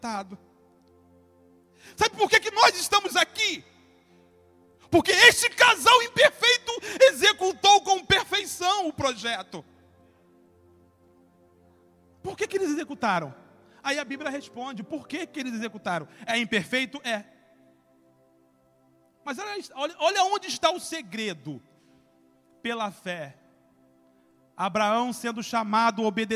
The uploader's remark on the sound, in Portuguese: CULTO DE LOUVOR E PALAVRA AO VIVO